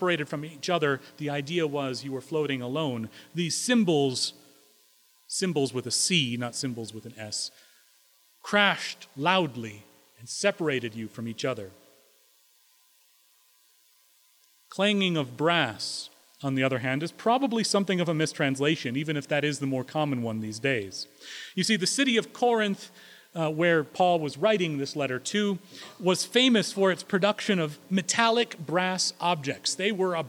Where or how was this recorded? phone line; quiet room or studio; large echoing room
large echoing room